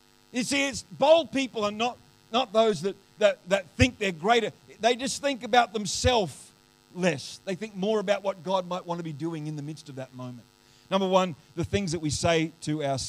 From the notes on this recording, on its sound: The live stream of Destiny Church Atherton